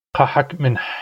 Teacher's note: That's a glottalized M and a back H.